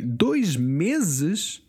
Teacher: the s in between vowels in a word is pronounced like a Z.